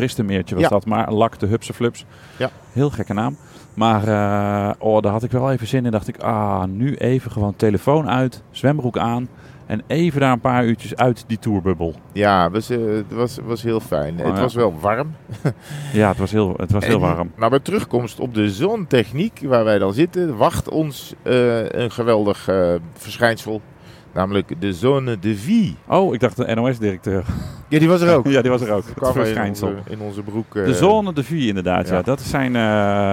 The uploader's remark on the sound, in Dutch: Eerst gaat het mis met het introgeluid, vervolgens is het veel te kort rijden naar het hotel van Bilbao waardoor we om moeten rijden om de gewenste podcastlengte te halen.